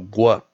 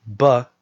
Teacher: a labialized G, so gw, became B, b, at the beginning of words